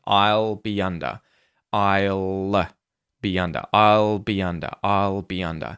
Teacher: I was saying these with the light L. So I was making sure I was pronouncing the L sound.